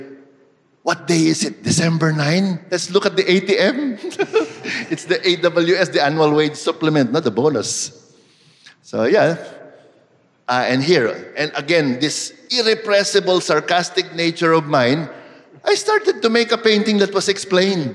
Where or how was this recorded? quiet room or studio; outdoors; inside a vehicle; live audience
live audience